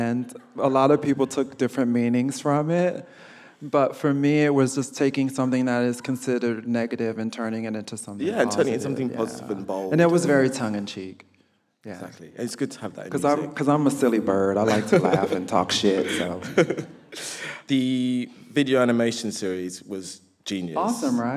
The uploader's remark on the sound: live from Southbank Centre